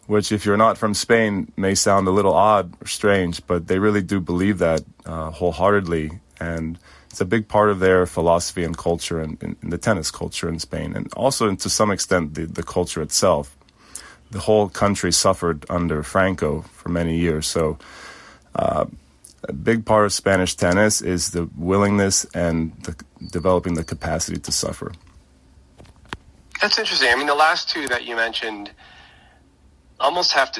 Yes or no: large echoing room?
no